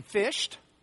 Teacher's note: why do you pronounce the D like a T in fished?